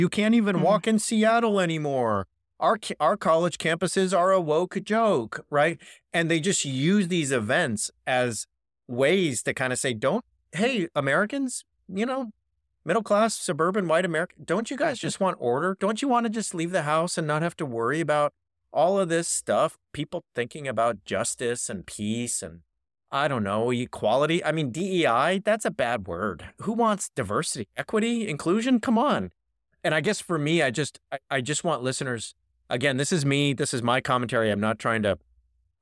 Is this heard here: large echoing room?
no